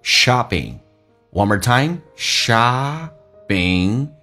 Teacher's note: shopping 的 P 要被浊化成 B 这个发音，在美式发音叫 shopping